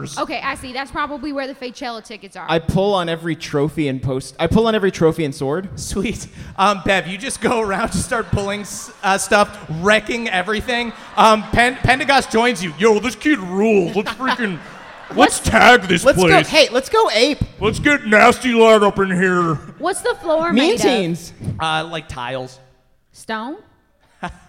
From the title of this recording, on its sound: NADDPOD Live in Chicago